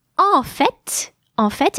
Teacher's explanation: and I also pronounce the final T